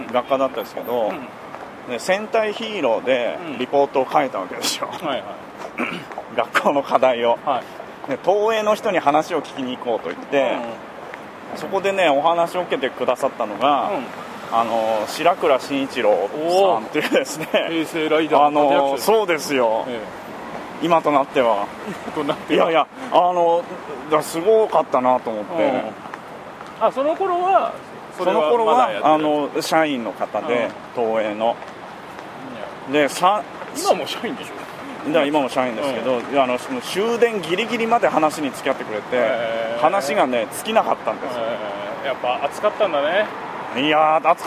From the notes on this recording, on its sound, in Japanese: 新橋～銀座～東京駅と歩きながら収録を行いました。